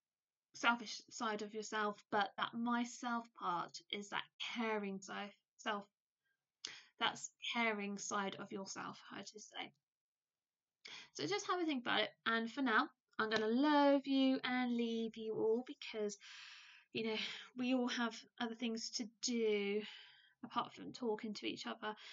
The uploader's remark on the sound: Apologies in the sound, there was a little spider on my mic and I wasn't going to touch that dude during a converstation.